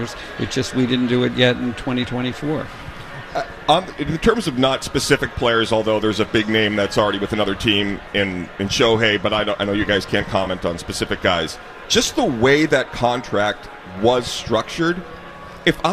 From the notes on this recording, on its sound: The guys are live from Red Sox Winter Weekend in Springfield